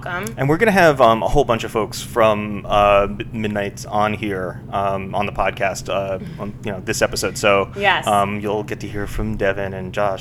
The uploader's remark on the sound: Live from Midnights Brooklyn